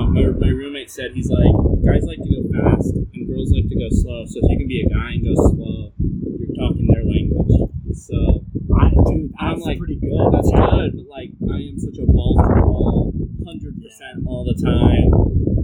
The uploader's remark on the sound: Sorry for the wind